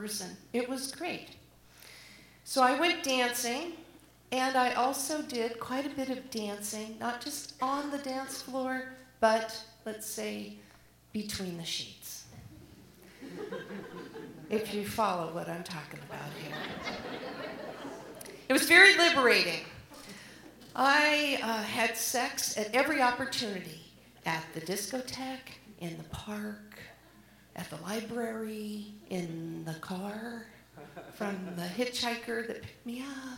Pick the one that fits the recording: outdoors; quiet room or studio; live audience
live audience